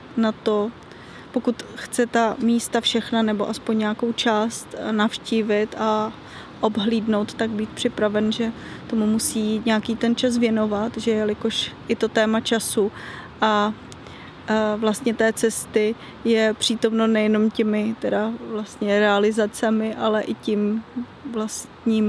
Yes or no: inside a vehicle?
yes